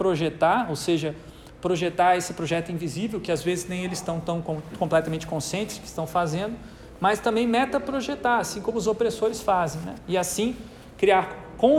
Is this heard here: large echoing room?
yes